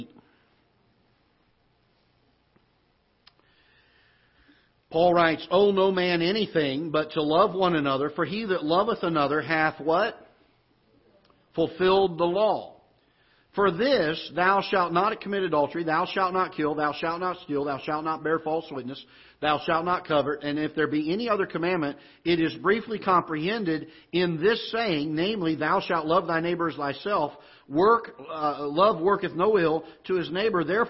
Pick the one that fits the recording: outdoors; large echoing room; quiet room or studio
large echoing room